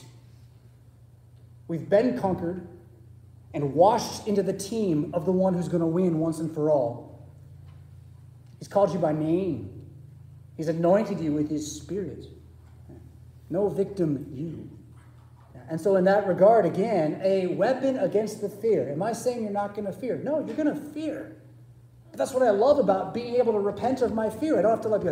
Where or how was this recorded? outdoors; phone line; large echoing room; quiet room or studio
large echoing room